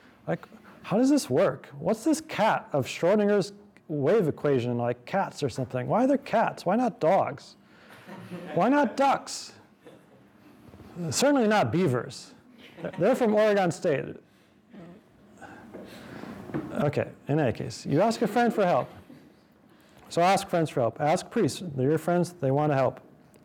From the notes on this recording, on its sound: This lecture was given on November 9th, 2023, at the University of Oregon.